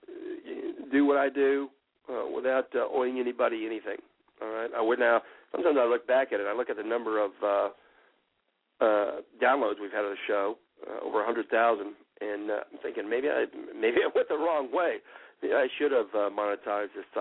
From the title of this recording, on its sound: Call in Show